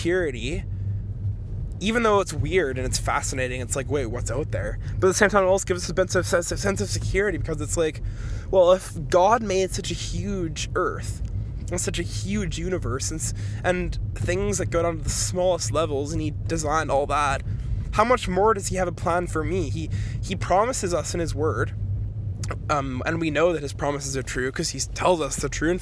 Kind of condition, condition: setting, inside a vehicle